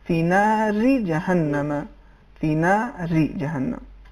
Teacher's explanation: میں یہ لفظ استعمال ہوا ہے فی نار جہنم کلمہ نار آخری حرف اس کلمے کا چونکہ حرف را ہے اور حرف را پر زیر یہ کسرہ ہے نار اس کی ترقیق ہوگی